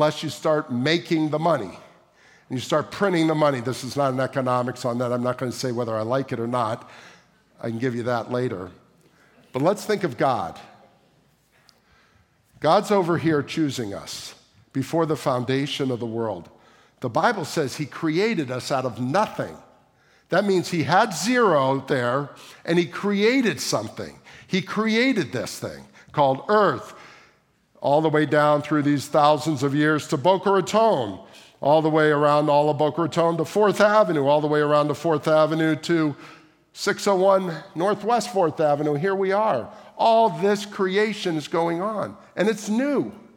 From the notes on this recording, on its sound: at the May 28, 2023 Sunday morning services of Boca Raton Community Church in Boca Raton, Florida.